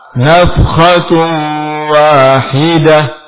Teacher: tamarbutoh apabila sukun maka berubah menjadi ha. · Term: ta marbutah